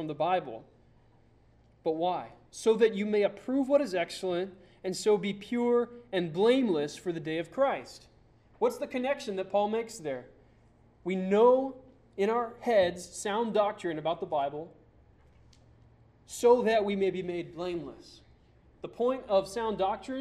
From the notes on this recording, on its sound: Sermon preached on November 2, 2009 at Church of the Good Shepherd in Glendora.